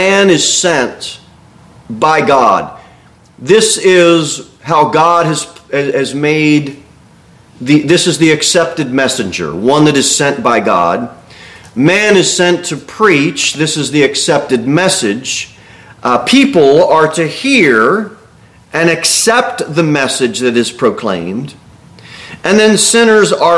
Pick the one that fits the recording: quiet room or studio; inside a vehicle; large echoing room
large echoing room